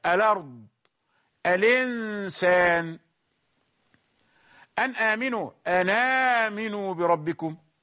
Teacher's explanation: حرك بحركة الهمز في مثل كلمة الأرض أو الإنسان، حركة الهمزة الفتح، خذ هذه الحركة وضعها على ما قبله. ال كانت ساكنة، اللام ساكنة، أخذنا الفتحة وضعناها على اللام بدل السكون · حركنا حركة الهمزة للخلف قليلا، فوضعت على الحرف الساكن فلم يصبح ساكنا بعد، وإنما أصبح متحركة · Term: النقل